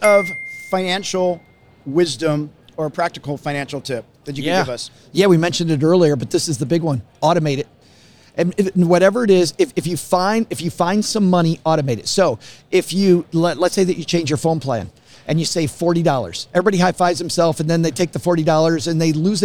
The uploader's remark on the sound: Recorded live at FinCon 2021, Austin, Texas.